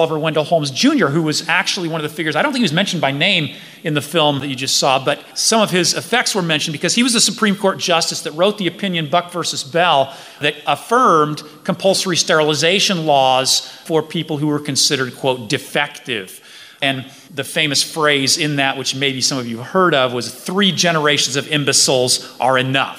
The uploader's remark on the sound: a panel discussion from FreedomFest 2018